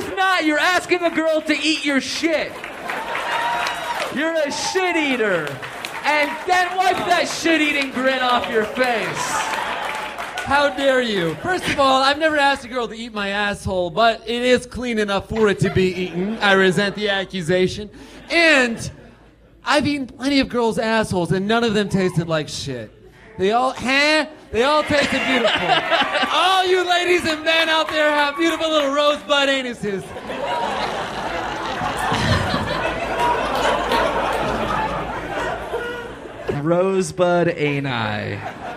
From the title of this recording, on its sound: Live at the Hollywood Improv!